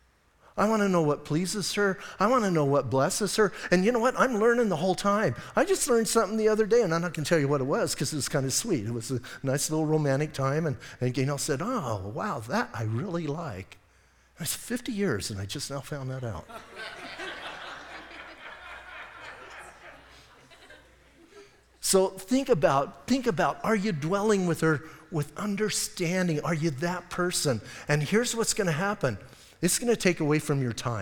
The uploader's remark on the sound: Audio messages from Calvary Chapel in Sierra Vista